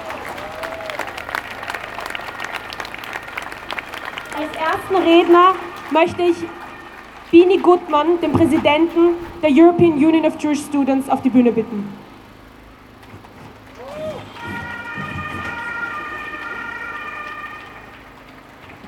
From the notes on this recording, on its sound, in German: Kundgebung in Wien am 15. Mai 2021. Auf der Demonstration kam es zu massiven antisemitischen Sprechchören.